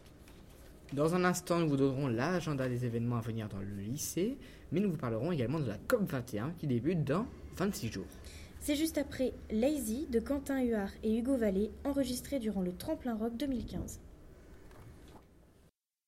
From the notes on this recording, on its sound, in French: Emission réalisée par l'équipe de Webmargot en direct du foyer.